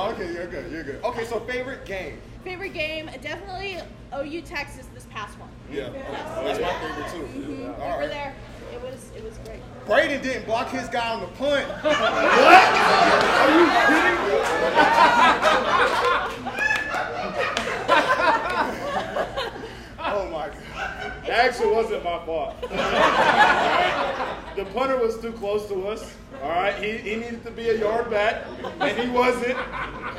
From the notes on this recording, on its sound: Hosted a live show after the Spring Game. They set up a laptop so those who couldn't make it could be part of the special night!